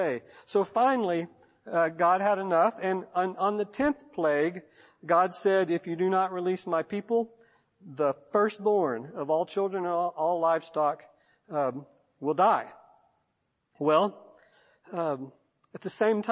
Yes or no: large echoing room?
yes